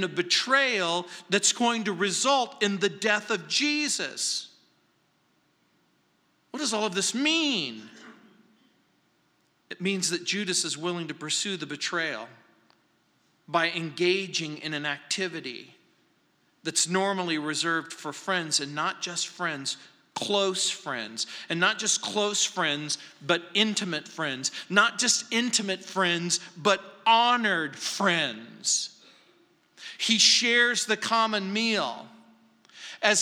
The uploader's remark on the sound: at Calvary South Denver in Littleton CO